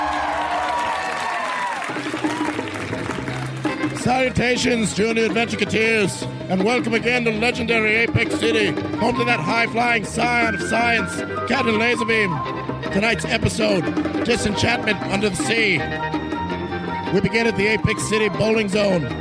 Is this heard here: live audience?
yes